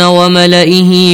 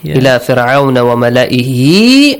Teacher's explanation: Make sure you stretch the sound of ha, ishba'uha al-dhamir.